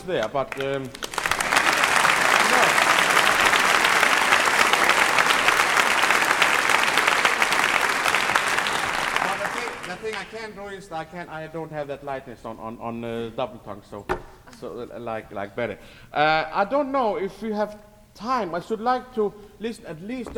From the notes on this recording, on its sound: The first is from a lecture recital at the 1970 IHS Workshop in Tallahassee, Florida, USA, and the second is from a presentation at the 1972 IHS Workshop in Bloomington, Indiana, USA.